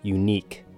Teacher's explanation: U is just the letter U. Neek has a long E sound with a K sound at the end.